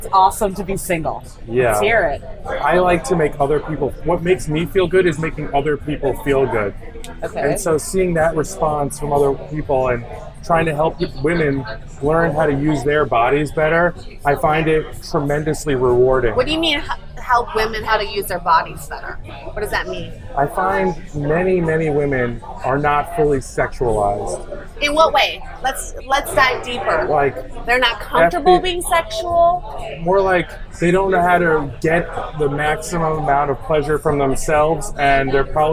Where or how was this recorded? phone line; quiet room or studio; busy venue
busy venue